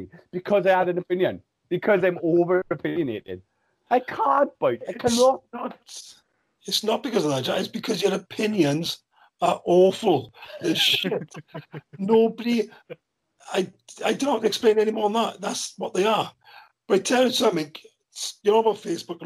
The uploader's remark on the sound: we do our first ever skype session